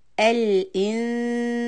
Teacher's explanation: So when I say إنسان، I keep the tip of the tongue more towards the سين مخرج and make sure that the back of the tongue does not go up · Term: noon of إخفاء